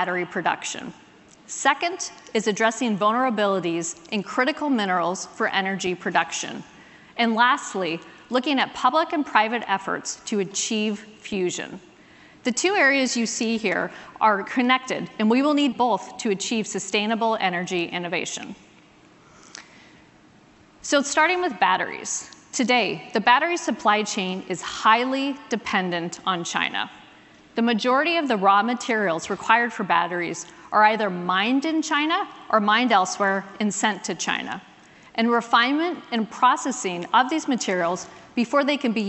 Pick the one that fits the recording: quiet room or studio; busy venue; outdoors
busy venue